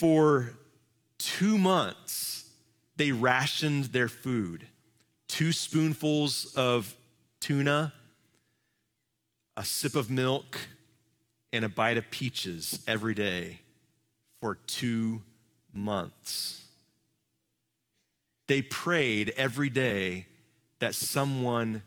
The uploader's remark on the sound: Live from our Celebration Ministry Center